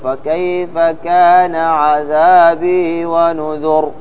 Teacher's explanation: الآن لما نقف على الراء من نذر نفخمها · Term: التفخيم